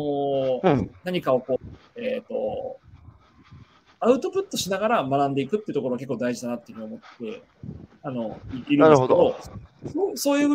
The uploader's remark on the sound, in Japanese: 歩きながら1時間、対談する